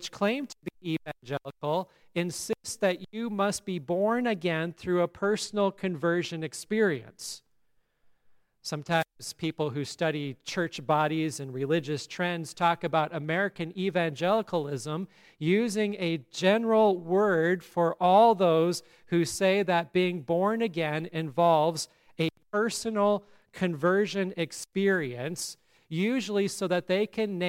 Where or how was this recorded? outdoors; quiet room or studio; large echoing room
large echoing room